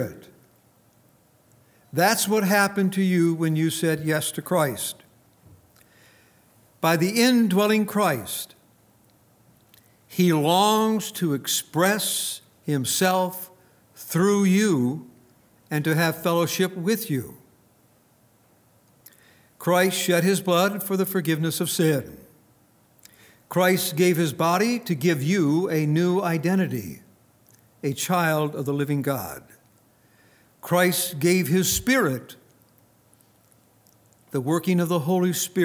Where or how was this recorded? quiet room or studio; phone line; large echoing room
large echoing room